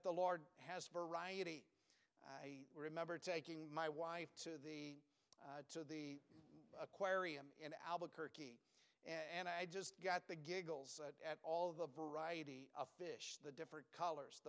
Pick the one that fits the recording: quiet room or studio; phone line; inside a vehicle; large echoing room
large echoing room